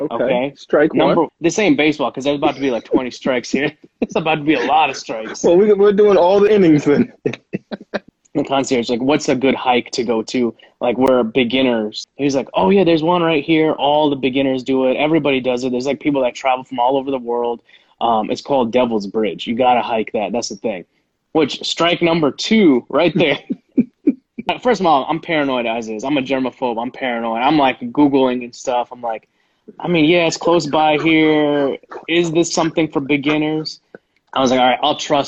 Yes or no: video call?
yes